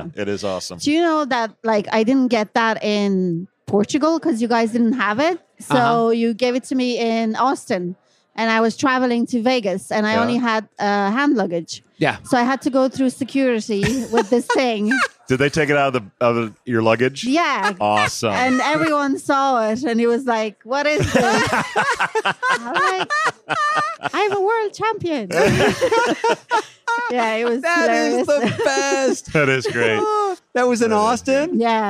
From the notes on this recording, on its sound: live at iCIMS Inspire in San Diego